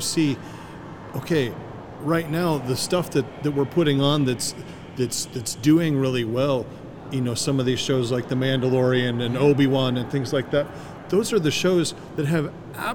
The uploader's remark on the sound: LIVE from CPE 2022!